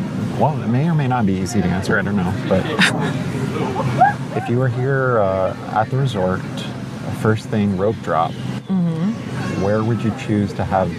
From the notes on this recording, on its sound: Live from Disneyland Park. At Cafe Orleans.